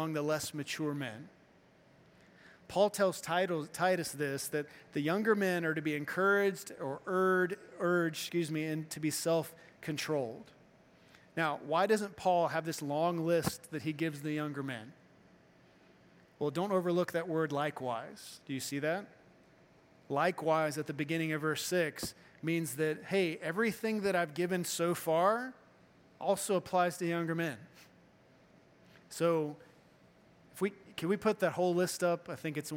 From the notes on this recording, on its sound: Morning Service-Missions Conference